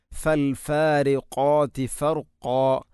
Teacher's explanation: ഖാഫ് ഉച്ചരിക്കുമ്പോൾ തൊണ്ടയുടെ ഏറ്റവും മുകൾ ഭാഗം കഴിഞ്ഞ് ചെറുനാക്കിൻ്റെ അടുത്താണ്. അതിൻ്റെ മഖ്റജ് ഫൽ ഫാരി ഖാതി ഫർഖ എന്ന് തന്നെ പറയുക.